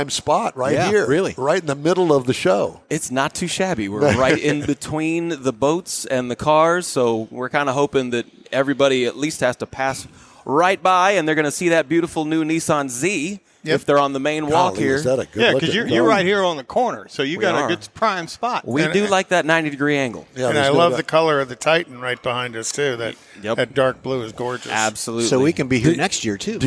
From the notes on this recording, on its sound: we bring you the excitement from the 41st annual Houston Autoboative Show